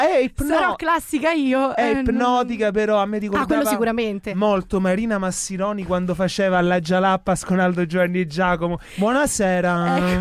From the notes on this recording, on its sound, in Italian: Al telefono abbiamo anche avuto come ospite